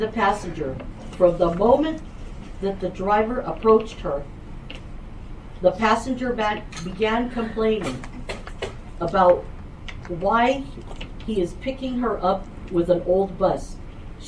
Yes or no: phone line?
no